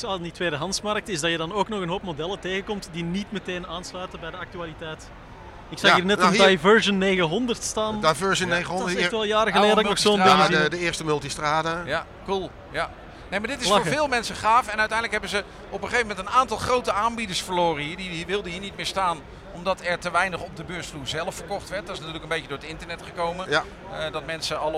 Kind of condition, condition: setting, busy venue